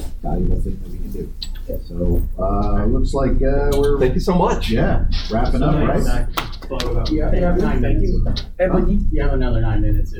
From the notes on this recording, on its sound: Recorded at Metatopia 2023.